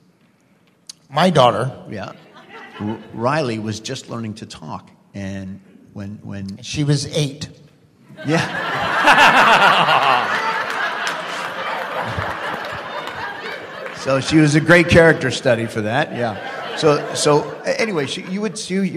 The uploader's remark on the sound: Please note, as this was a LIVE, on-site event, this episode is not optimized for an audio podcast.